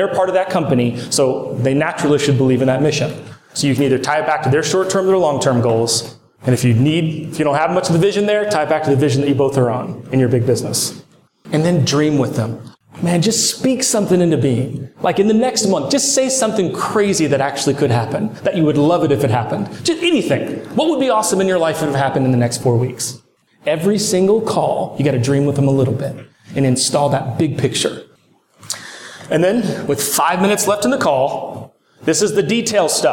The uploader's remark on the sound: Straight from the stage of SWFC's 2021 Strategic Alignment Day